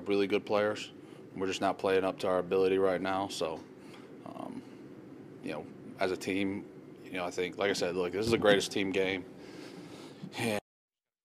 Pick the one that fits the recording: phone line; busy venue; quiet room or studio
busy venue